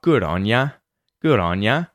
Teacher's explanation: And remember that in Australian pronunciation, if on ya is at the end of a phrase or there's no word that kind of comes after the ya, we'll pronounce it with that ah vowel sound